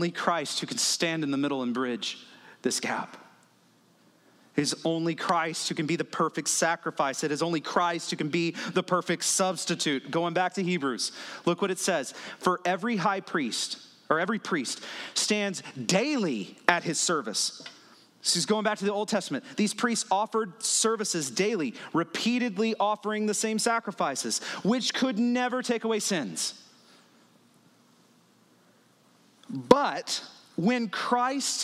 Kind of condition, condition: setting, large echoing room